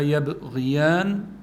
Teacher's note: فيها الباء الساكنة مقلقلة